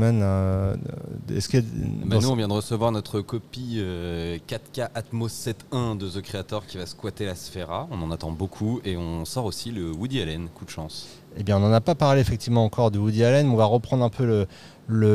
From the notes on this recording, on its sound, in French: Enregistré dans le hall du cinéma Les 7 Batignolles.